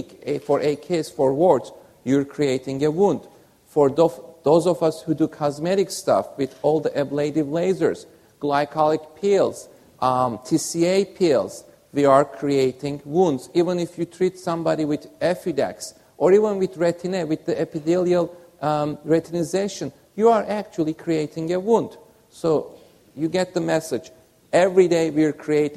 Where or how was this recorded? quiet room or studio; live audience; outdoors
live audience